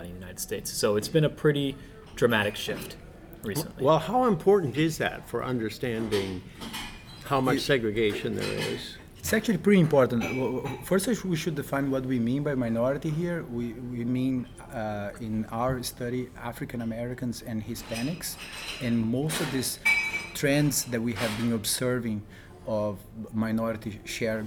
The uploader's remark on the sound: during a break in the National Bureau of Education Research conference in Cambridge, Mass.